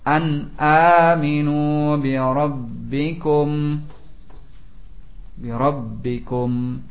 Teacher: setengahnya saja, ya, satu harokat saja, tidak dua harokat. Dikatakan oleh para ahli qiraah nisful alif, ya.